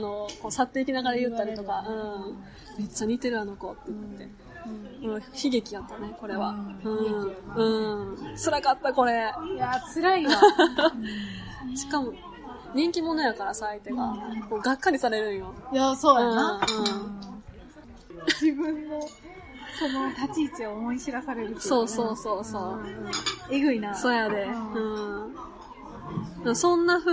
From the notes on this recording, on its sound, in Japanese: 中盤からカフェのBGMが大きくなってしまい、お聞き苦しい部分もあるかと思います。